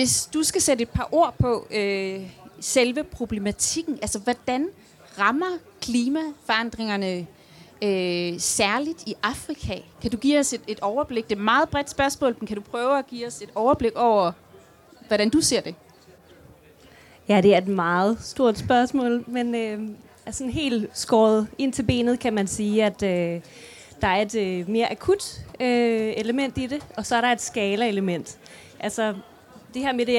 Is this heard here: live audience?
yes